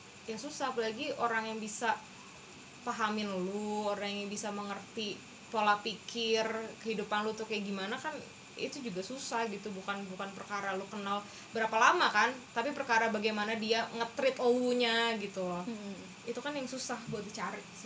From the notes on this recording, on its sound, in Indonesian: kalo kalian denger noise itu suara kipas angin ya, kita ga buat podcast ditengah badai kok